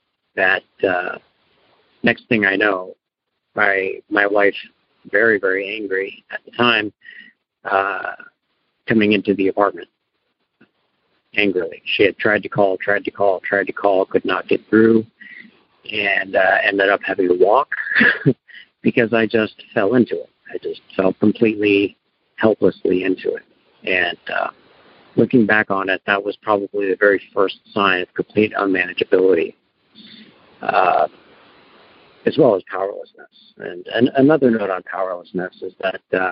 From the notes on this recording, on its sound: Noon Phone Speaker Meeting